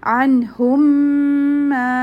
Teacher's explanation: so you will merge the meem you will read it with most complete ghunna · Term: idgham shafavi